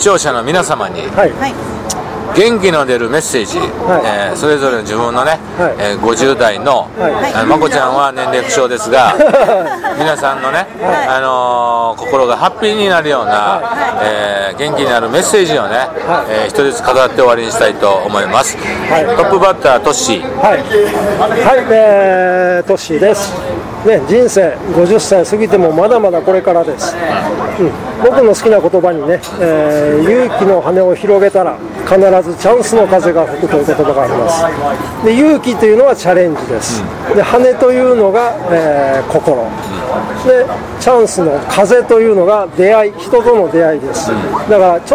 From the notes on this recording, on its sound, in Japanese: 岡山駅前のイオンのスタバにて。